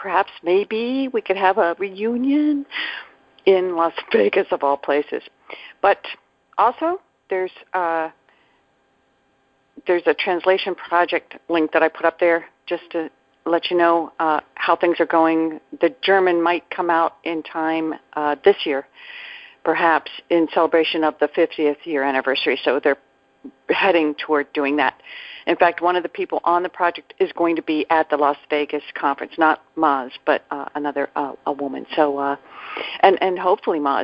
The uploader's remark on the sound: ACIM Daily TEXT Conference Call